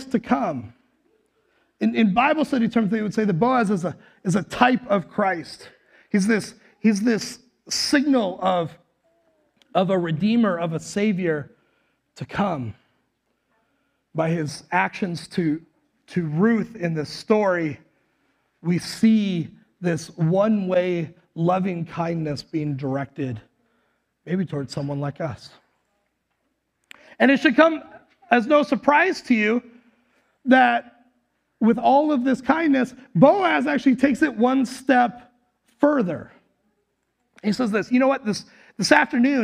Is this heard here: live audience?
yes